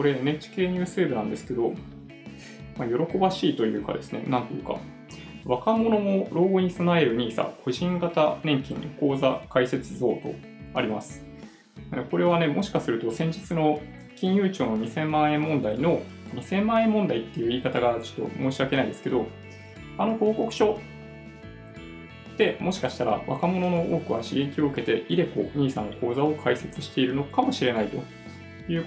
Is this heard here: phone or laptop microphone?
yes